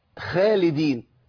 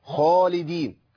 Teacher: الخاء هنا إيه؟ مفخمة، تفخيم عالي في أعلى المراتب · Shown in: second take · يبقى أنا محتاج إن أنا أبين التفخيم بتاعها.